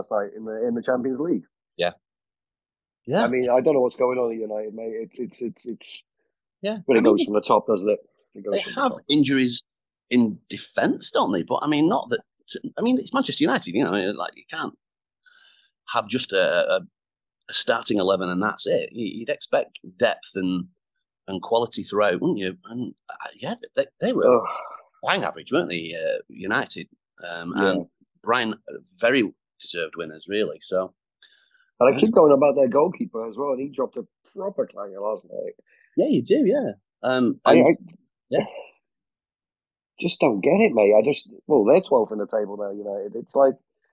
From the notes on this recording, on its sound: Chat over Zoom